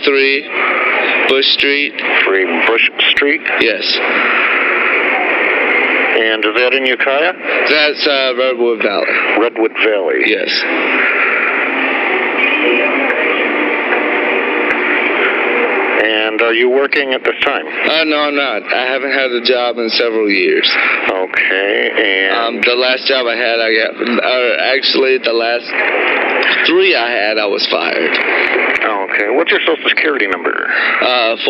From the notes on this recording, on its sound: Prank Phone Calls